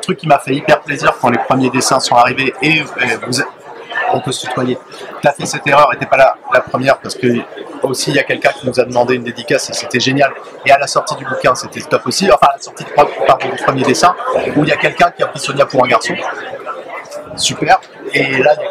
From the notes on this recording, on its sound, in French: Une dernière interview sur le stand de 404 comics au Festival International de la BD d’Angoulême 2023